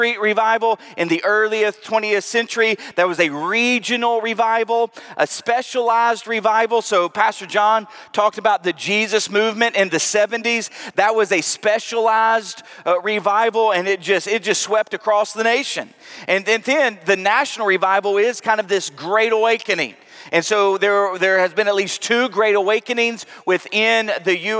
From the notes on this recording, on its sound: Preached at the Night of Worship on February 19, 2023. Northland Church.